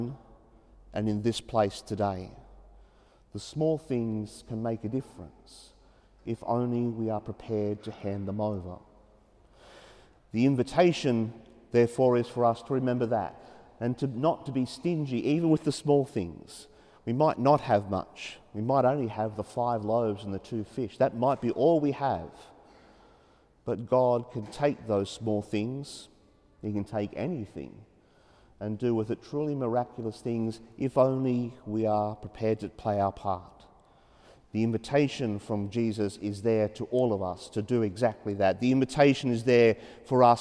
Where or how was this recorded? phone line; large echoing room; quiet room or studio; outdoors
large echoing room